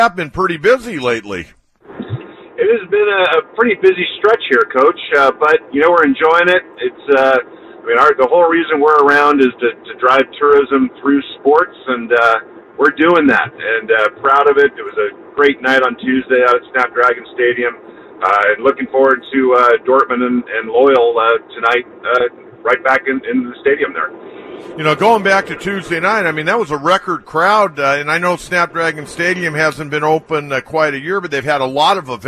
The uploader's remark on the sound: Takes phone calls from upset Padres fans.